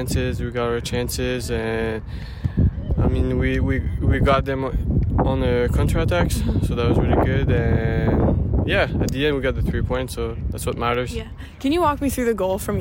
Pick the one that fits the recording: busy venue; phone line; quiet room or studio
busy venue